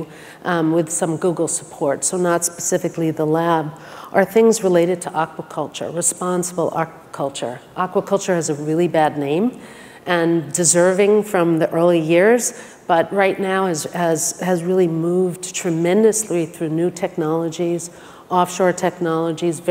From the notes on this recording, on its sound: The best of live interviews from GreenBiz events.